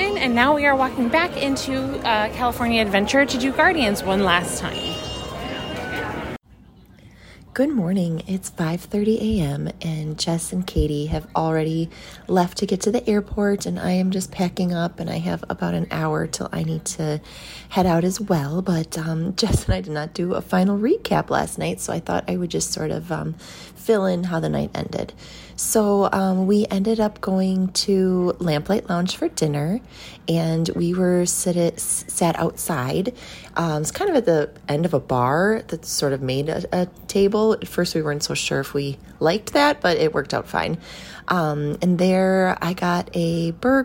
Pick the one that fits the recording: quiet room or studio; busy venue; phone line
busy venue